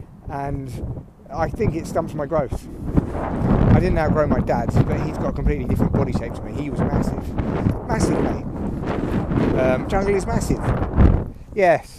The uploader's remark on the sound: Yes it’s very windy but it’s an adventure in audio.